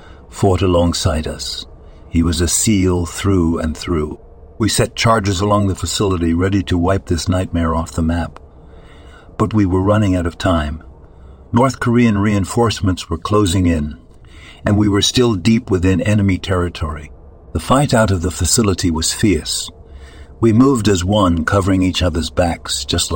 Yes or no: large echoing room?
no